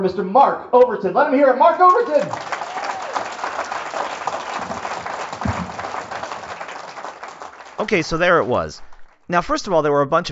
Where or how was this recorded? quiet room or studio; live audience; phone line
live audience